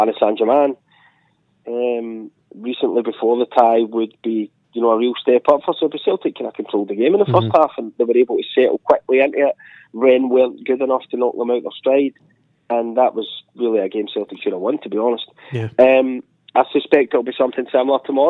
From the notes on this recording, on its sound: on the phone from Copenhagen